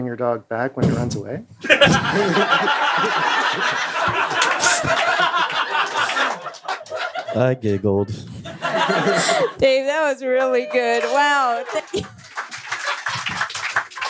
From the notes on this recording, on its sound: LIVE from the 2020 Brooklyn Podcast Festival. At Union Hall in Brooklyn, NY.